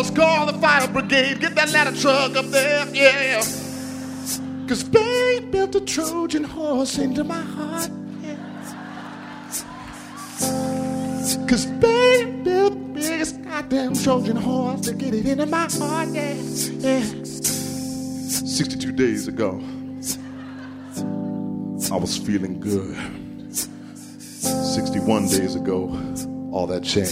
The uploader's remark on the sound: Their performances were recorded live at our Curious Sounds concert earlier this month in NYC.